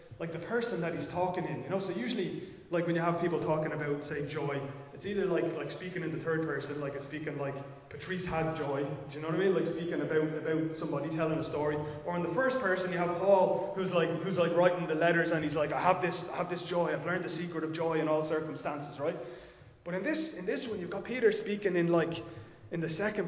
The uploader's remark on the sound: Recorded live in Liberty Church on 16 October 2022